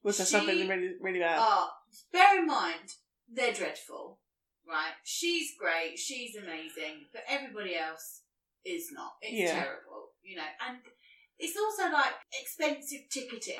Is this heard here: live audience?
no